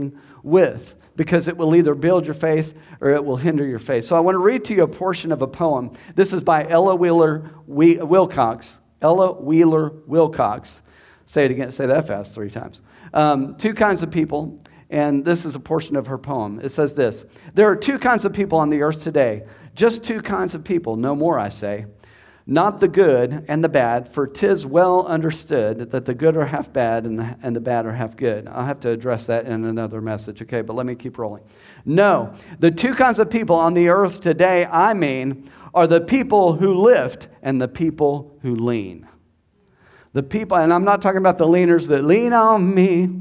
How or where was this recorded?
large echoing room